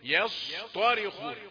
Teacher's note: يصطرخون ياء مرققة، صاد مفخمة وطاء مفخمة أيضا